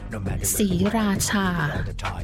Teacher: Kind of three distinct syllables. Even we spell it out S-R-I, but the R is not pronounced. It's something in Thai language that we call is a false cluster.